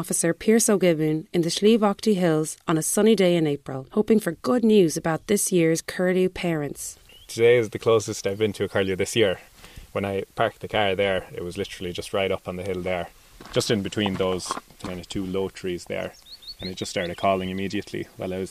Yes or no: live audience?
no